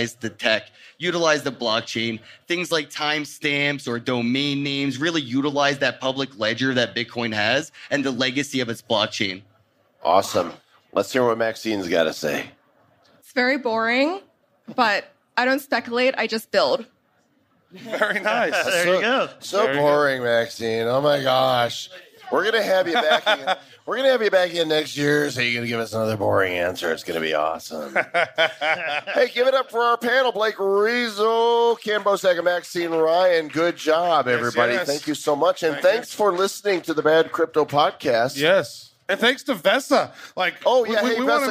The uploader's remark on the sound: What do you get when you cross 2000 crypto geeks with Las Vegas? Coming to you live from World Crypto Con 2019!